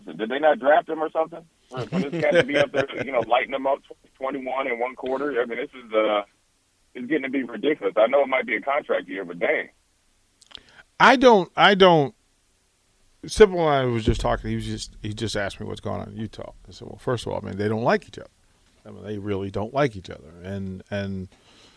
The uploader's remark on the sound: Joins us over the phone.